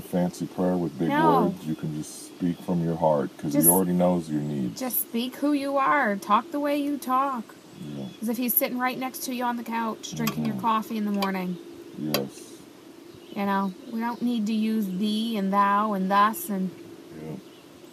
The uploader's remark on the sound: I used my iPad to record this podcast so I apologize for the listening quality